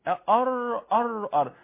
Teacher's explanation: صحيح نفس المخرج بس النطق خالص اهي هيتقفل، الحنك الاعلى فوق هيتقفل عشان النفس يمر للتجويف الفموي وليس التجويف الانفي · Term: الراء